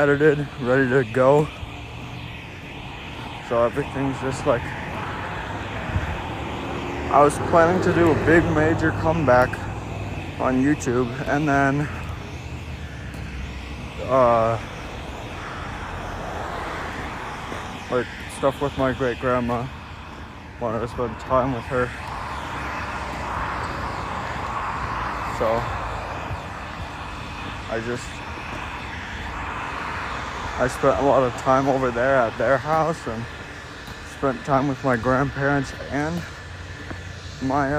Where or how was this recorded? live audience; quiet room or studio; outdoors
outdoors